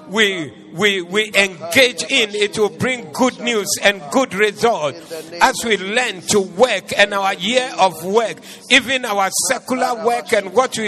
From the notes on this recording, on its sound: Preached on 07012024 at the Doxa Service